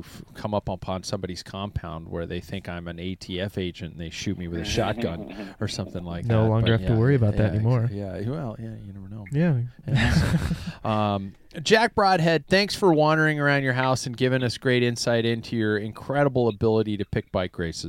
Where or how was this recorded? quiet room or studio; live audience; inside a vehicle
inside a vehicle